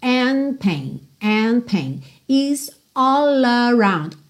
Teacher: and pain, você praticamente não ouve mesmo D, já posso juntar direto